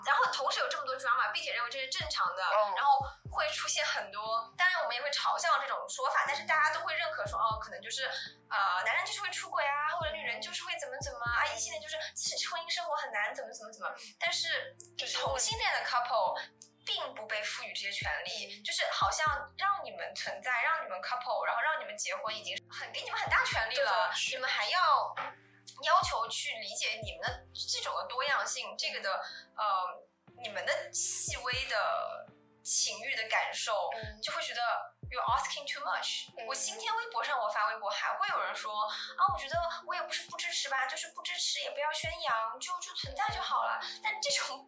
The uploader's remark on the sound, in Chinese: 这是我录制的第二期播客，在技术上我遇到了一些难题。虽然剪辑了三遍，但是声音效果还是有很大的提高空间。